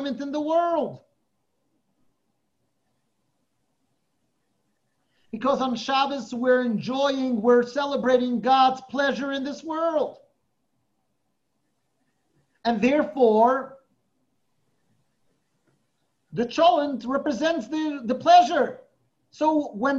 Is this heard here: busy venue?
no